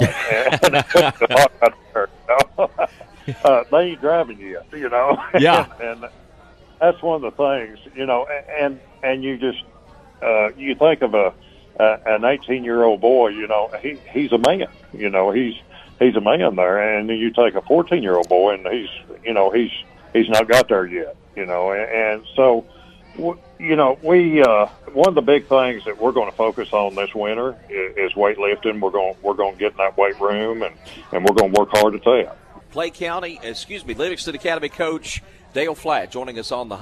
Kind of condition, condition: setting, busy venue